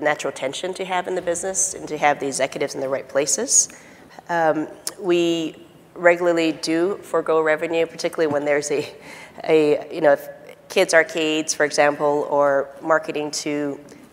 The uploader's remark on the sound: The best of live interviews from GreenBiz events.